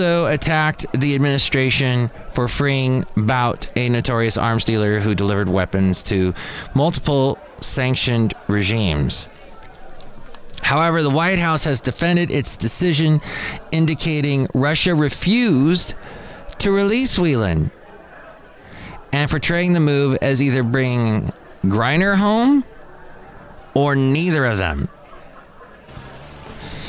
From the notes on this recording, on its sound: podcasts live from Cafe Anyway